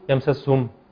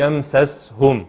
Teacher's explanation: الهاء بيطلع معها هوى · Shown in: second take